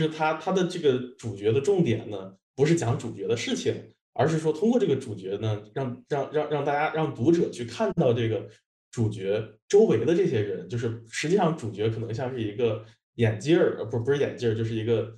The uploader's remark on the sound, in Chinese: 本期节目为一次线上讨论的录音